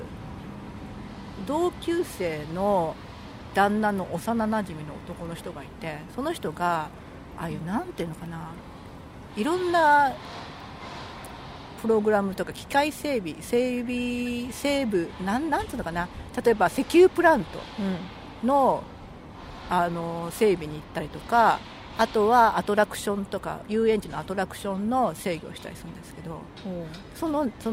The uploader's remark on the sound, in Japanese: はじめての野外録音なので音量が分からなかったので各自調節よろしくお願いします。若干ホロ酔いなので。